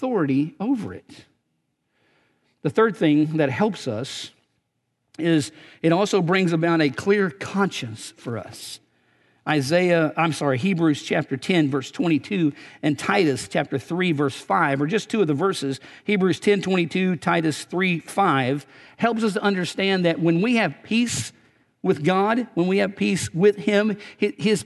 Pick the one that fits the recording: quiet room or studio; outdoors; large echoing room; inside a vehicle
large echoing room